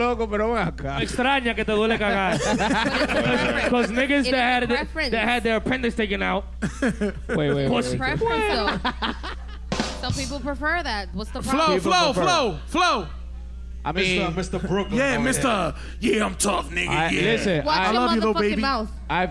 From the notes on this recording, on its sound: Season 4 finale live at Lugo Lounge in NYC!